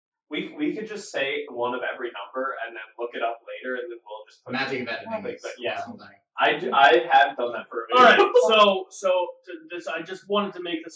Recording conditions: echo